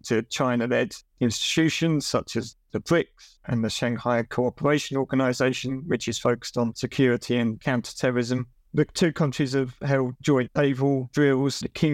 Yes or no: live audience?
no